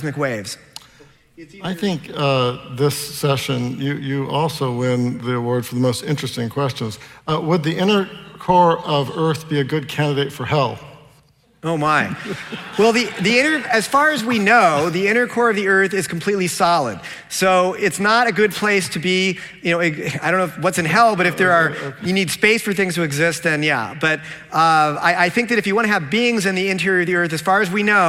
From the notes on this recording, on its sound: takes questions from the audience